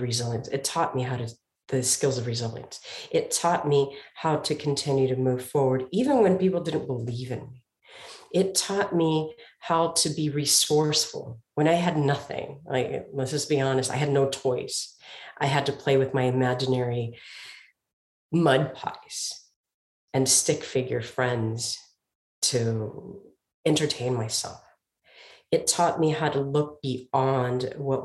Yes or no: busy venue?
no